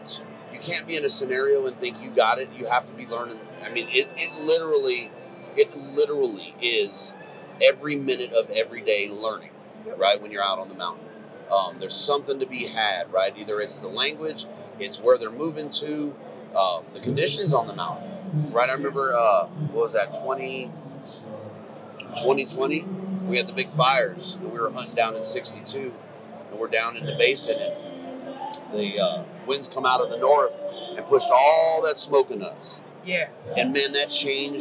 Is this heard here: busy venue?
yes